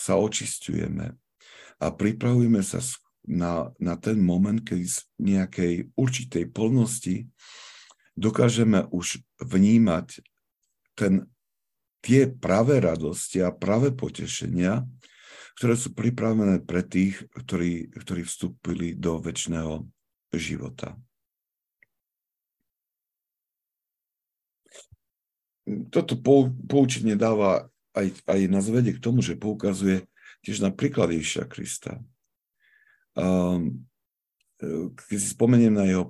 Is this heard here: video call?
yes